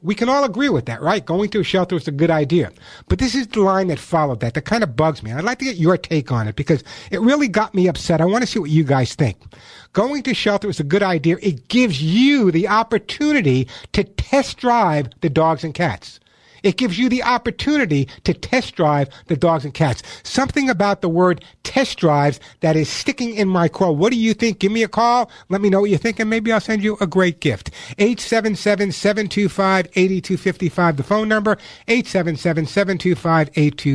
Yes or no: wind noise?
no